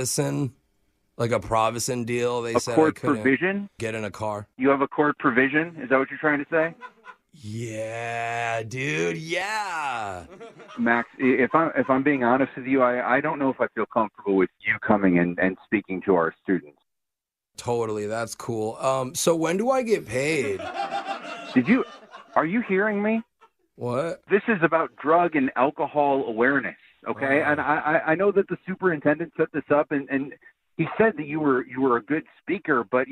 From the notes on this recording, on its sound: Phone Tap